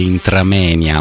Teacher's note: se tu fai la crasi di quelle due vocali effettivamente puoi dire intramenia, ma siccome le crasi in italiano in teoria non esistono, le fusioni, quindi non è un qualcosa che ci appartiene, dovresti dire intramoenia.